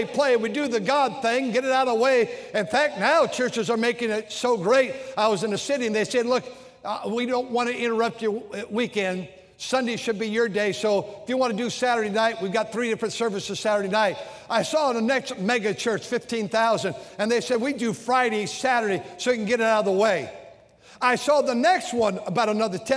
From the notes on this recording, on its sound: during the Sunday Morning service on August 27, 2023, at North Valley Baptist Church in Santa Clara, California.